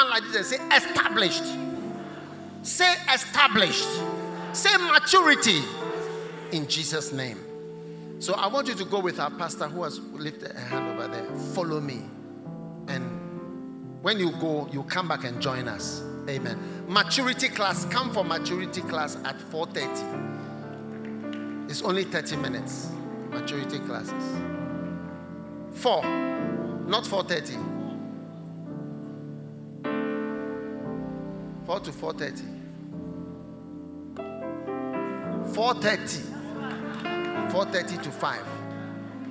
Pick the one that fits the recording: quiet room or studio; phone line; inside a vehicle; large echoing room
large echoing room